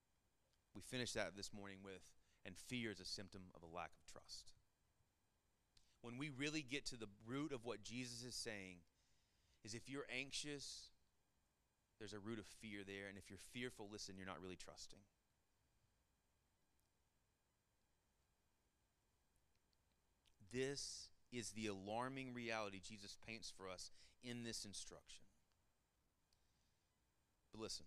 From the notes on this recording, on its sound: Sermon Audio from our Worship service